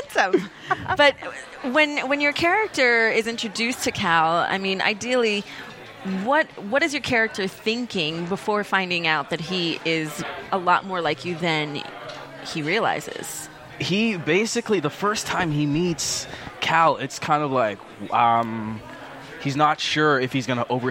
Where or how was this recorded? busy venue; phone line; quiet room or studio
busy venue